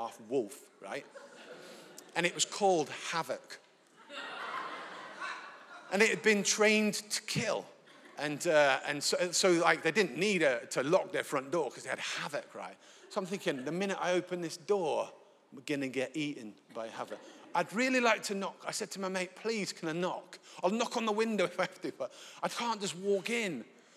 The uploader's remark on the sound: Recorded live at Life Church Lancashire.